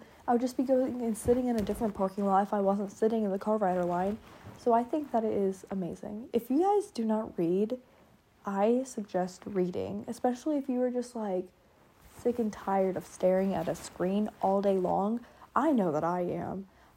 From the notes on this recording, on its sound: Sorry about the background noise I was laying in bed.